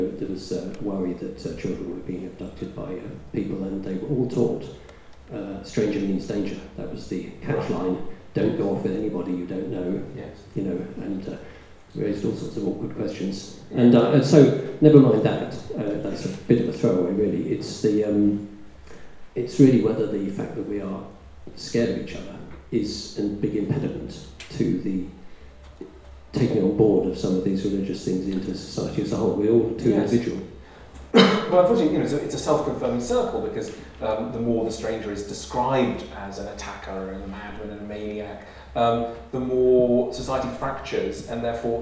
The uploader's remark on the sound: As part of the Words and Ideas events at the Norfolk & Norwich Festival.